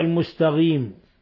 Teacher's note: ومن الأخطاء قلب القاف غينا المستغيم، كما هي يعني لهجة بعض إخواننا من بعض الدول المجاورة، حيث يقلبون القاف غينا، فبدل أن يقرأ المستقيم يقرأ المستغيم.